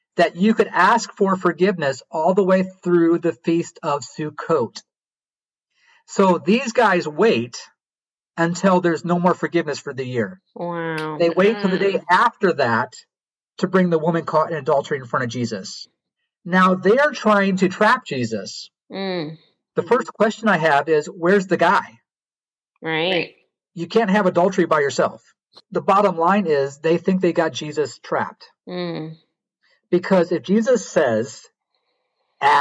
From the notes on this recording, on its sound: during our ZOOM conversation